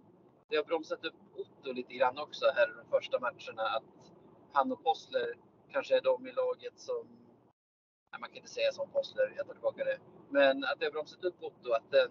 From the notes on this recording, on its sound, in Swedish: Spelar in från bilen på E18 mellan Västerås, vilket hörs på ljudkvalitén.